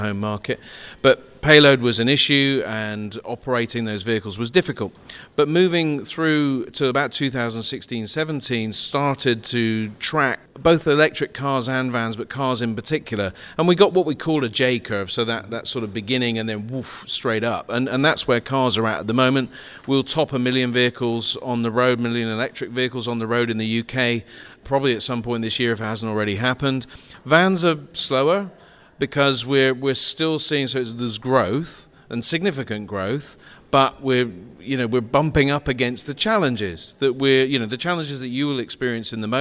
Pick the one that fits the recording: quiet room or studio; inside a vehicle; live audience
live audience